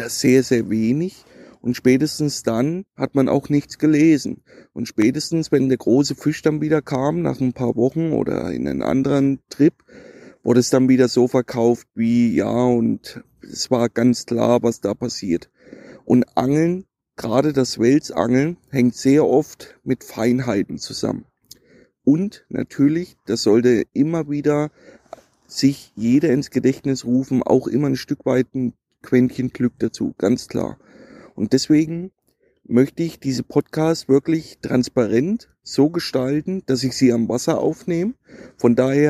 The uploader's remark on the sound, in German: Live vom Grande Fiume Po. Werde ich nun regelmäßig live vom Wasser über meine aktuellen Touren berichten.